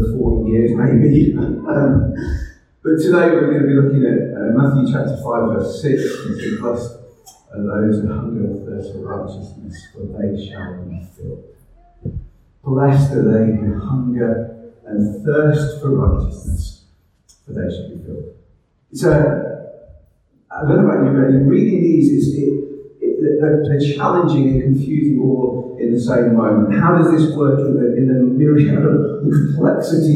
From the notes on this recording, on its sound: We had some issues recording this message and so the audio unfortunately has some distortion.